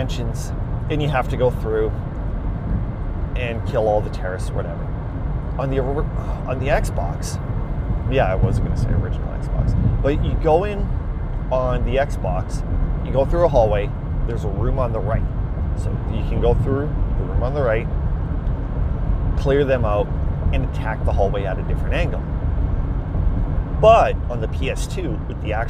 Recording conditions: inside a vehicle